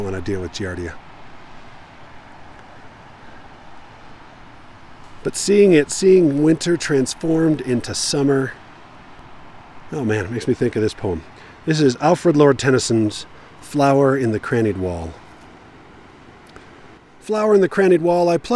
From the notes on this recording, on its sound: I recorded this midway on a hike last week, watching the spring run-off block my path.